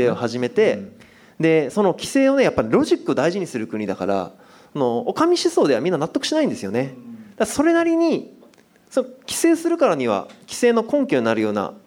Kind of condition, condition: setting, live audience